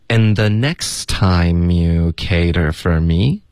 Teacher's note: the 就是舌尖碰上齿的一个摩擦音